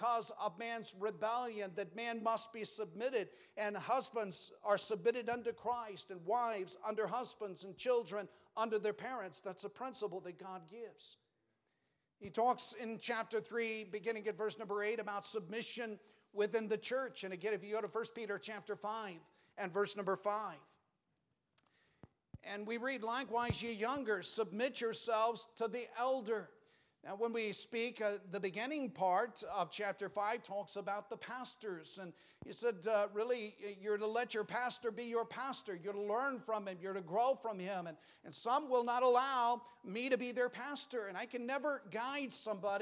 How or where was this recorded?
large echoing room